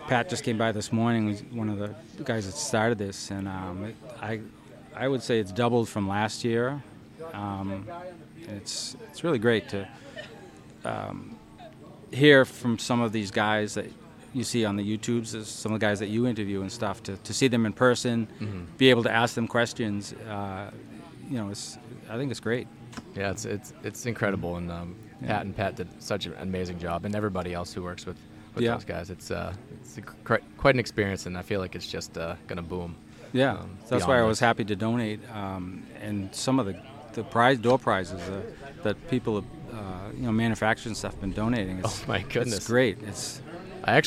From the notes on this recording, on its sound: podcast proudly recorded at HUNTSTOCK 2023